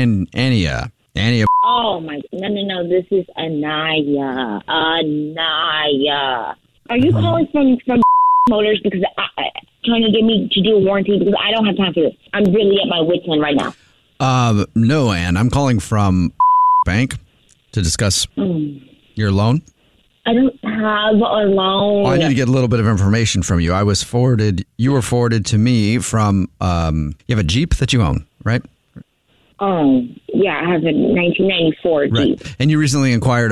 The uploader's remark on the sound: Phone prank style.